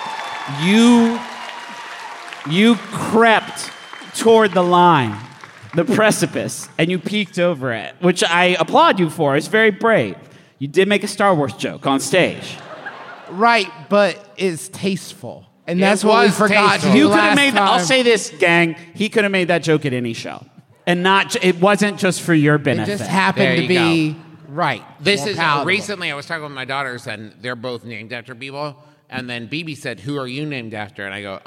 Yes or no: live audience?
yes